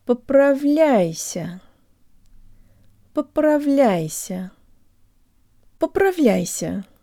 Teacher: The third syllable is stressed and contains a soft L. The tongue is high and there's a bit of a Y sound in it.